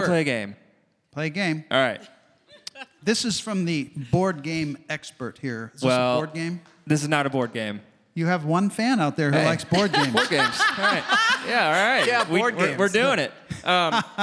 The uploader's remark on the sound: recorded in front of a live audience!